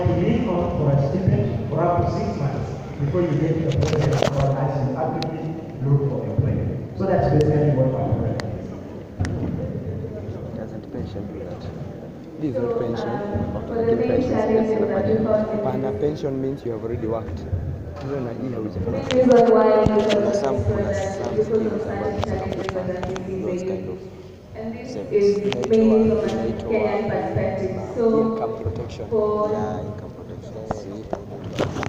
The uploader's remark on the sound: Actuarial career day UDSM. Sorry for the audio quality and noise, it isn't that good.